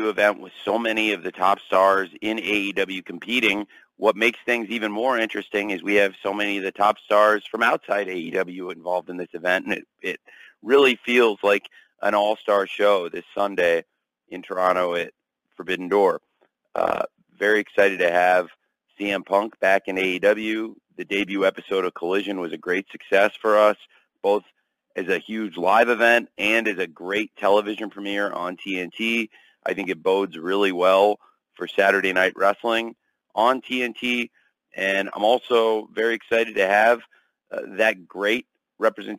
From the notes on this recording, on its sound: Media Call.